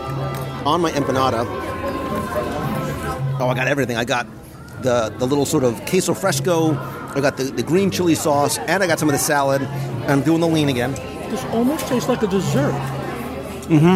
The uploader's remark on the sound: Live Review of Epcot’s La Cantina de San Angel in Mexico. Join me virtually around the table as we visit Mexico in Epcot’s World Showcase for a live dining review of La Cantina de San Angel.